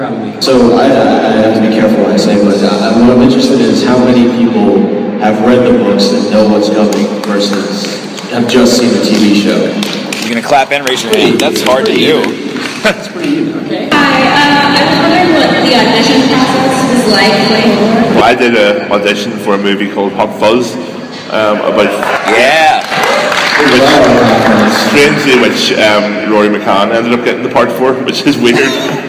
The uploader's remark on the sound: LIVE in Indianapolis. In front of the show’s first ever live audience.